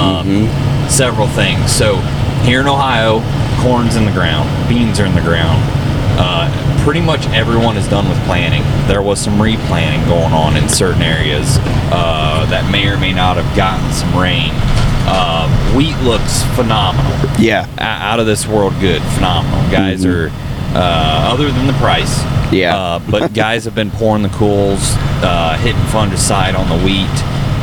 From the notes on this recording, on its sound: Don't mind the noise, we were in a service truck headed to Michigan and the noise gets better as we go along but it is what we had to work with at the time.